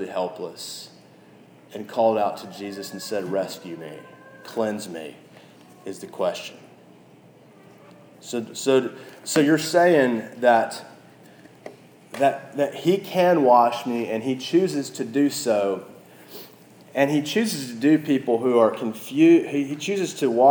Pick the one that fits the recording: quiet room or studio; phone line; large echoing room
large echoing room